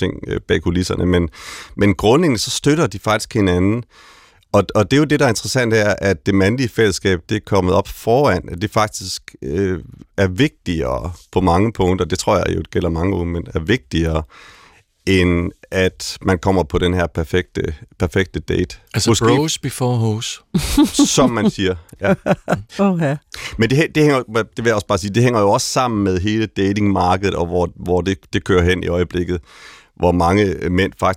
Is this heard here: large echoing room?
no